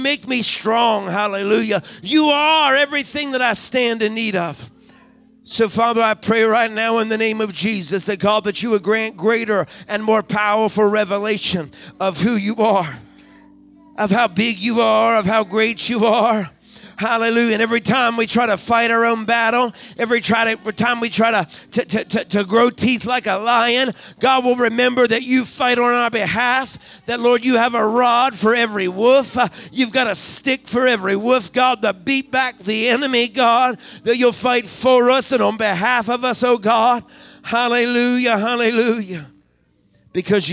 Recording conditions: large echoing room